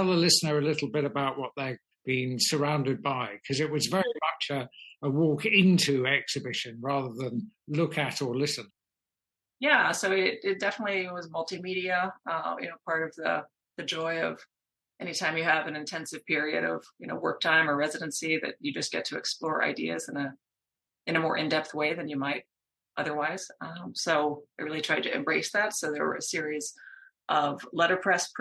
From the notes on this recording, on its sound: Talk over the Internet on a Zoom call.